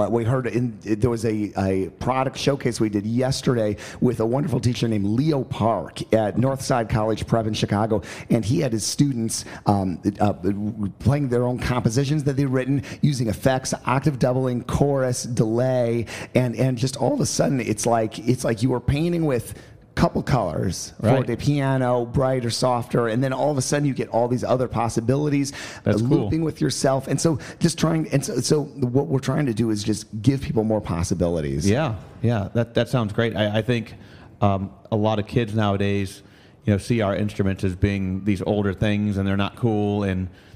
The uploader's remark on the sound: Live from the 75th Midwest Clinic